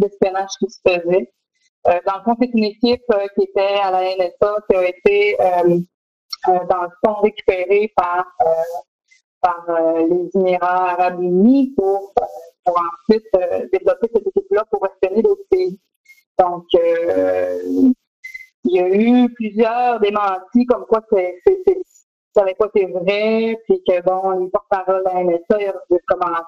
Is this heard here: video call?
yes